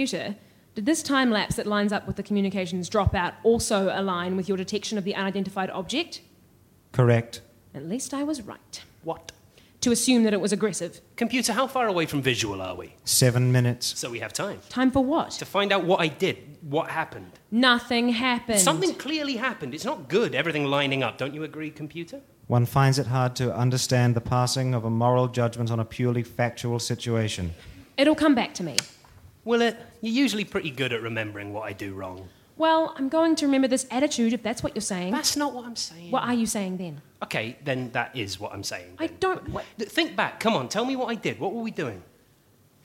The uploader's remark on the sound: Recorded live at BATS theatre, Wellington, New Zealand on the 25th of October 2013.